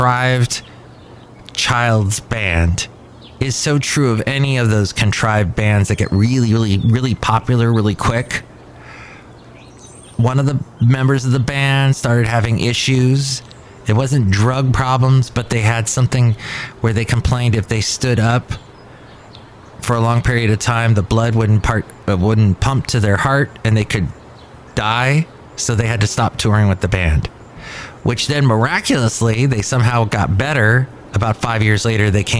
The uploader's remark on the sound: podcasts live from Café Anyway